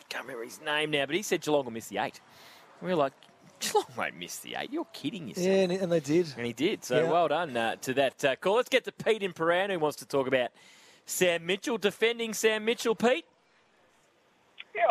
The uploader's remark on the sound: live from Sheen Panel Service Lilydale